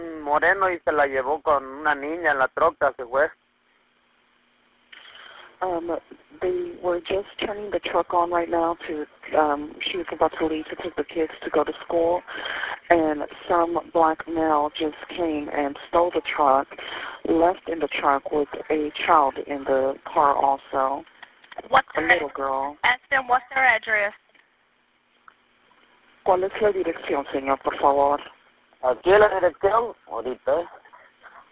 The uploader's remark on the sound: Redacted 911 call. The call came in to the Robeson County Communications Center. The caller was speaking Spanish on the line, and the Robeson County dispatcher requested a Spanish translator to join the call.